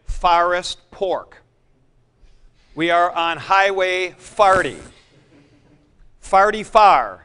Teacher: people in St. Louis pronouncing O as A and A as O. So you get forest pork.